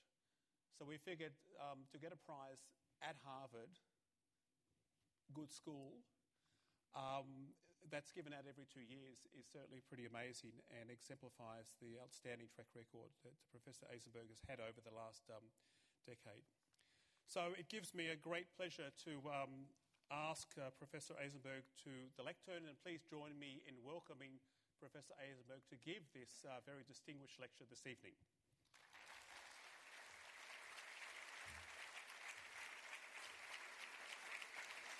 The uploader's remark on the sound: This lecture took place at the University of Sydney in celebration of the launch of the Australian Institute for Nanoscale Science and Technology at the University of Sydney.